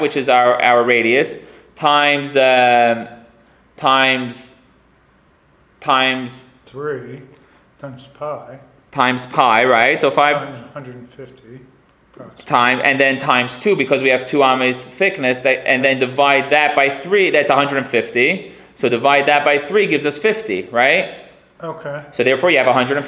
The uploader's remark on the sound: Recorded live at The Torah Center ATL